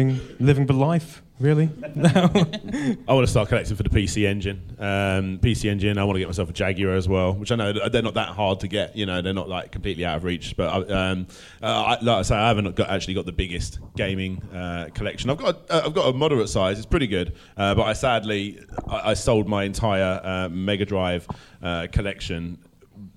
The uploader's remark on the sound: Retro Gaming Youtubers Panel from PLAY Expo Blackpool.